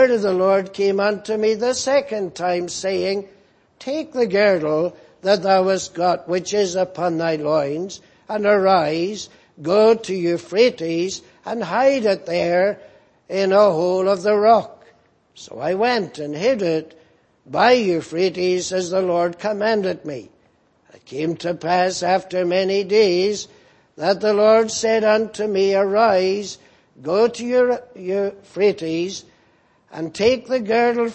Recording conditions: large echoing room